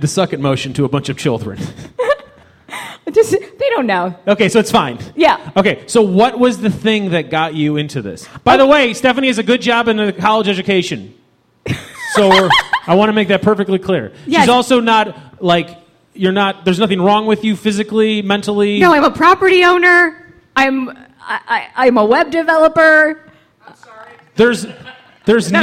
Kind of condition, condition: setting, busy venue